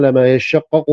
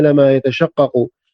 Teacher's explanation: ولكن التاء أدغمت في الشين فصارت شين المشددة · Shown in: first take